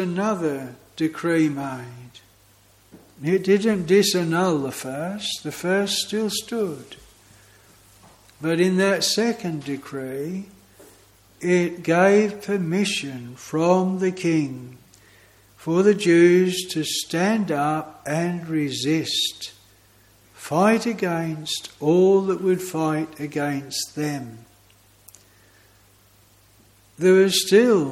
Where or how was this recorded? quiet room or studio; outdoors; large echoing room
large echoing room